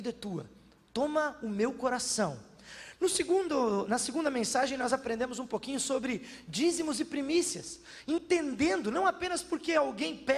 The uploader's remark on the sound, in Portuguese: Na Igreja ABA Bumenau (Transmitido ao vivo).